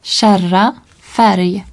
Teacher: Devant R, le E bref est plus ouvert, à peu près comme dans mer.